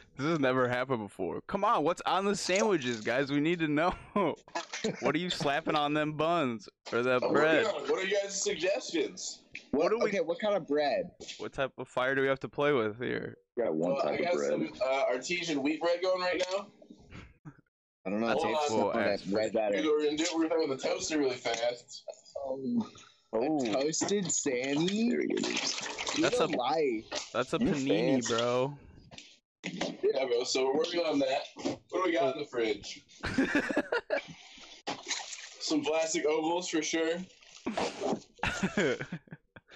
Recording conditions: video call